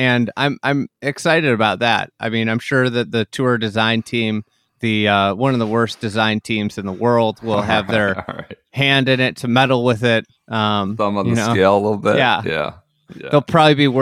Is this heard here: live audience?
no